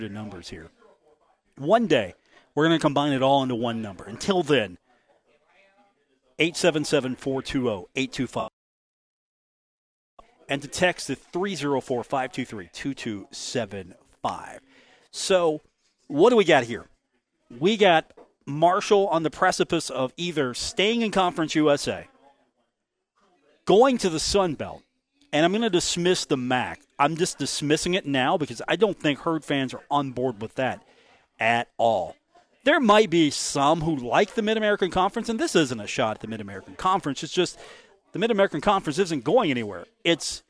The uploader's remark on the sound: broadcasting live from The Union Pub and Grill located at 1125 4th Avenue in Huntington, West Virginia.